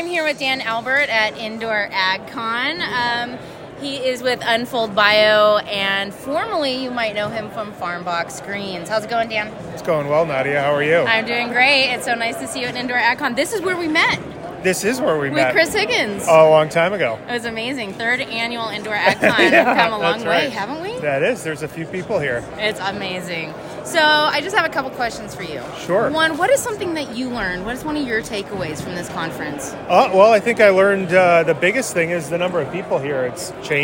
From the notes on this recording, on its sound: Last week we attended Indoor Ag Con in Las Vegas, with more than 800 people in attendance. We got the chance to catch up with a few of them on the expo floor.